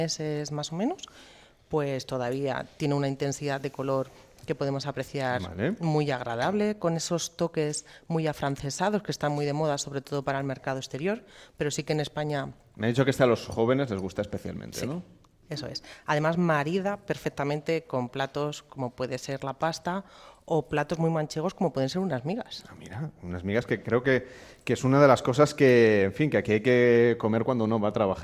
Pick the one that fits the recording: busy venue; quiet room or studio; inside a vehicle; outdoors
busy venue